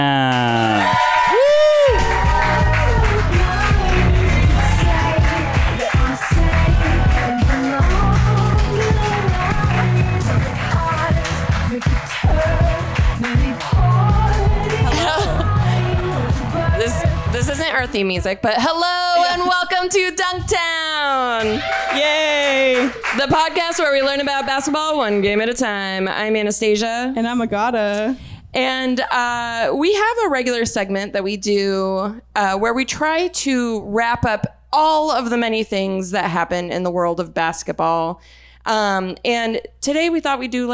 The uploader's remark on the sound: Recorded live at the Pack Theater.